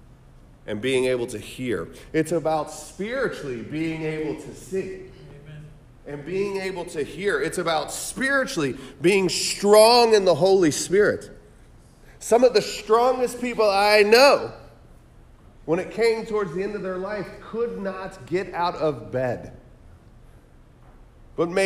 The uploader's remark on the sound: At The Salvation Army Kroc Center.